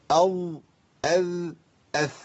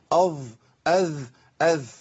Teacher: بعض الكتب الجديدة أو الحديثة يعني بعضها بدأ يتكلم عن خروج طرف اللسان، لكن لابد من تمكين المخرج عشان ما يبقاش فيه هواء بيخرج مع الظاء، لا نفس بيخرج مع الظاء ولا الذال · Shown in: first take